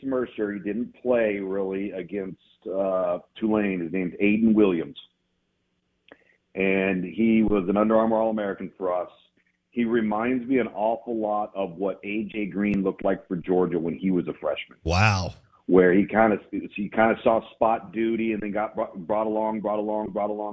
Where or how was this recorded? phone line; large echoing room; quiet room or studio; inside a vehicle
phone line